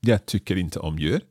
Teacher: But if you have the verb tycker om, then it's the om you emphasize.